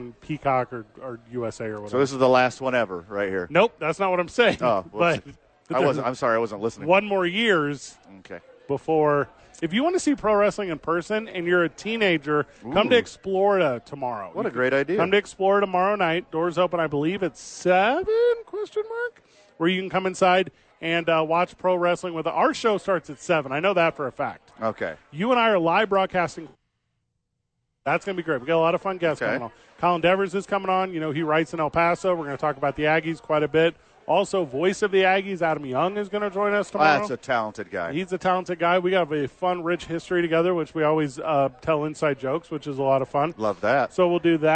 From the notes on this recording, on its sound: live from Sadies to pregame for TNF!